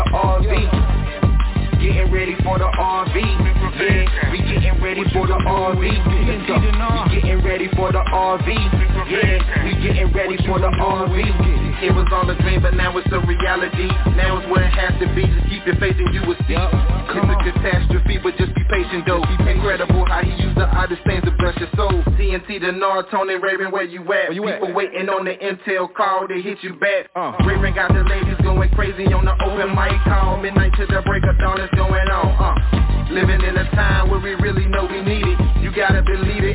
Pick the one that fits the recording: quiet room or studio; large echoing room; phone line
phone line